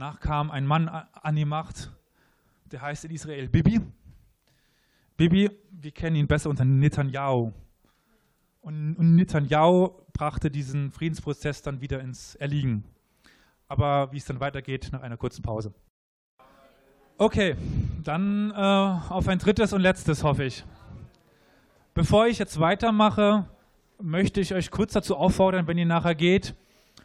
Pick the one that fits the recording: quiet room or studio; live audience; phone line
live audience